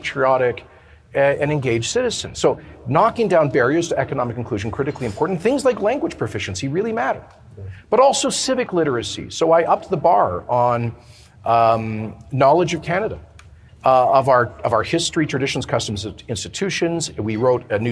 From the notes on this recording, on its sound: at the Canada Strong & Free Network conference in Red Deer